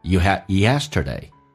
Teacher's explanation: Bad 字的 D 去掉，这叫略音。You had 用降调读，而且 had 字的 D 也不发音，略音